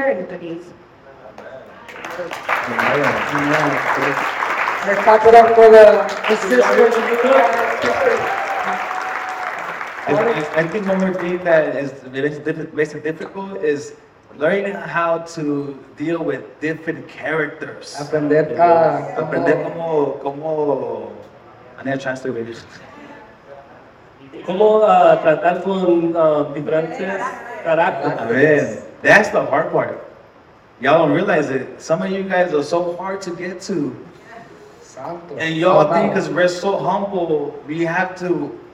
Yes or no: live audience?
yes